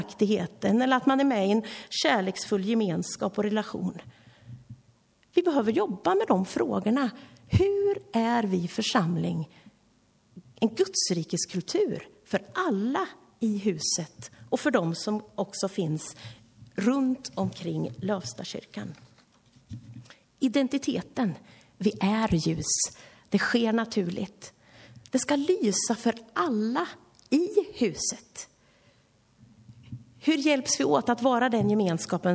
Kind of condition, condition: setting, large echoing room